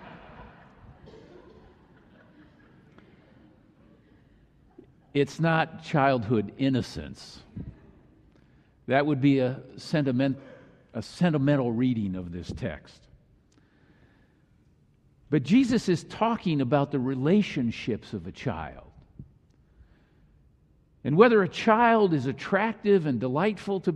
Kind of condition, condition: setting, large echoing room